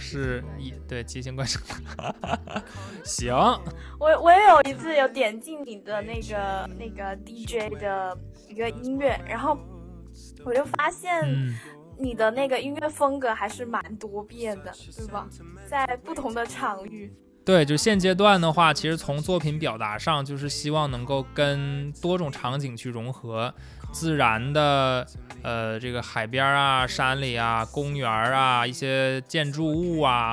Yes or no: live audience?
no